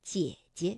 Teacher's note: 第一个姐呢，我们就把它读成二幺